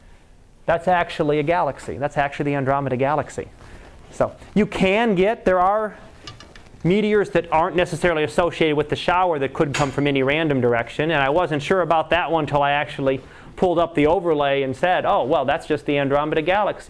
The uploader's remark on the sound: Live Class Lecture